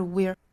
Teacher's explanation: 注意尾部会有一个卷舌的 r 的音